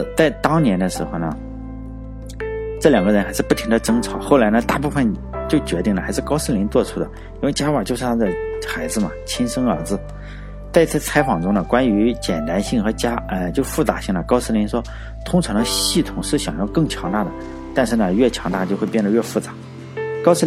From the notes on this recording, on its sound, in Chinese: 另外我重新录了一下音，以前录音没经验，就是一个手机，导致杂音超大。后来我插上耳机后，然后用背景音乐把杂音给掩盖一下。我的录音设备就是一个手机加一个耳机，然后再使用Audacity这个软件加上背景音乐来掩盖马路上的杂音。